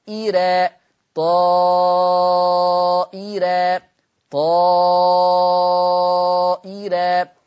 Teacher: الراء المفتوحة دي قبلها همزة مكسورة، فمعنى كده هترقق الراء